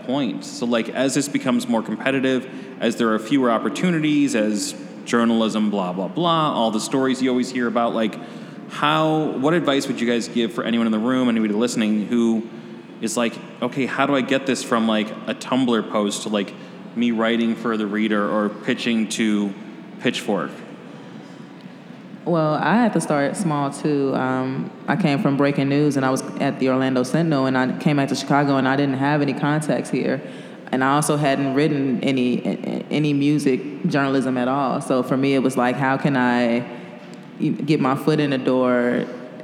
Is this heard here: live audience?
yes